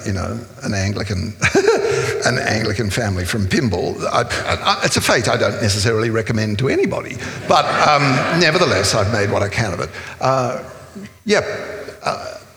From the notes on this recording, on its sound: This is a live recording from our event.